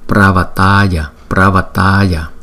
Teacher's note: Chữ A này nè, thì kéo dài hai nhịp so với các chữ A còn lại. Bởi vì chữ A này có dấu gạch ngang trên đầu, chúng ta phải kéo dài hai nhịp.